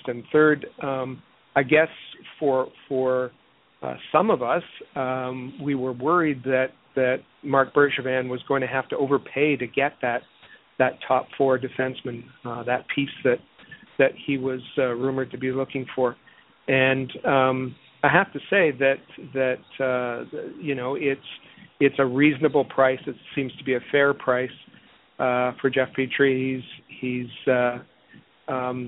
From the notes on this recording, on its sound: It is the most interactive and informative Canadiens podcast as we take your phone calls.